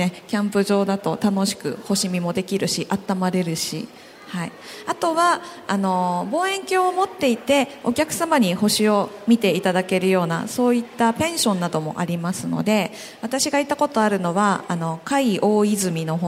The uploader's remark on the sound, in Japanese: 今回はさがみ湖リゾート プレジャーフォレストで行われた公開録音の模様をお届けします。